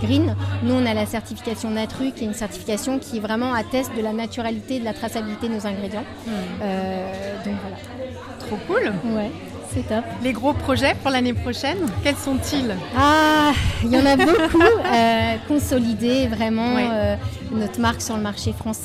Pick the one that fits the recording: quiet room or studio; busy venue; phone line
busy venue